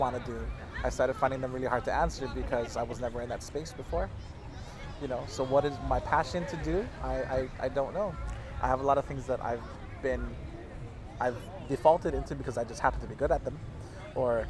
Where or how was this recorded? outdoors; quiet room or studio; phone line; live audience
outdoors